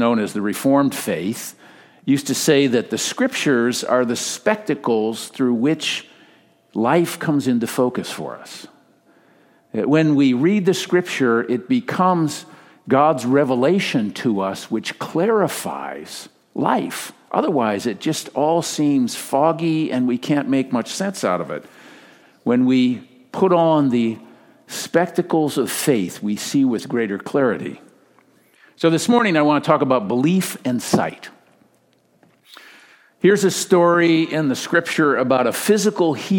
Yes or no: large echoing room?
yes